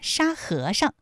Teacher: 沙和尚这三个字，他们的声调分别是一声、二声和轻声 · 沙和尚，哎，在这里面最后那个上，它是读轻声